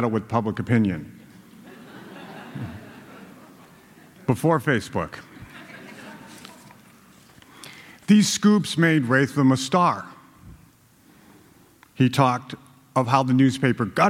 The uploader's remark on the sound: a storytelling event put on by the Globe at a theater in downtown Boston